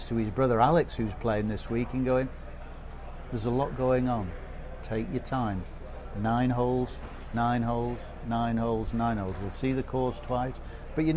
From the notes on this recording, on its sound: We broadcast live from Royal Liverpool